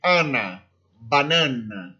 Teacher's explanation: Ele é sempre aberto, ele não tem o som de an, né? Como tem no português. Ele sempre terá um som aberto.